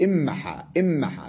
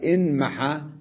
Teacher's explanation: لذلك قلبنا النون ميما ثم أضغمناها فيها فخفت الكلمة · Shown in: first take